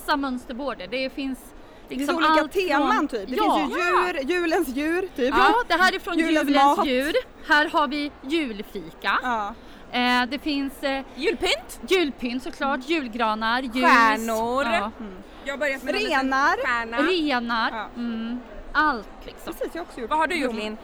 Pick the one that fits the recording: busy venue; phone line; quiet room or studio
busy venue